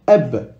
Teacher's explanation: la sukun, on prononce que le début du b. Le b, ça commence par b.